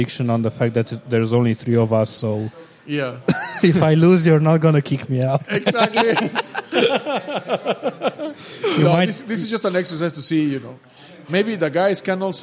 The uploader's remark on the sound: This week we decided to have our recording at a different location and what better opportunity than to do it directly at our Crusaders Gym.